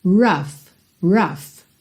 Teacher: A escrita é R-O-U-G-H, mas esse OU vai ter um som de A e o GH vai ter som de F.